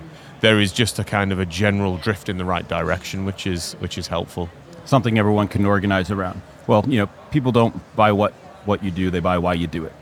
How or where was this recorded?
busy venue